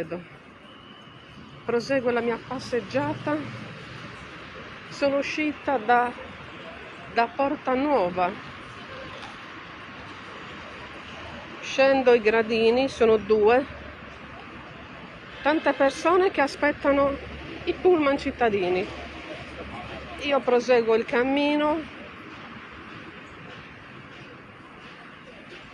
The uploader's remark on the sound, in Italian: Live tour descrittivo da Torino Porta Nuova. Podcast live dalla zona della stazione ferroviaria di Porta Nuova.